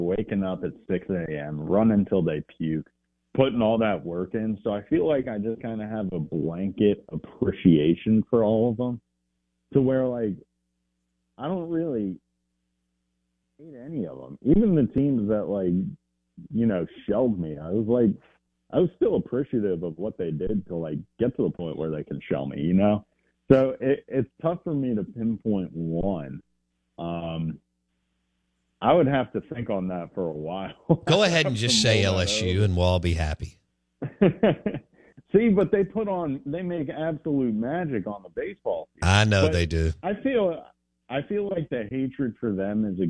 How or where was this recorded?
phone line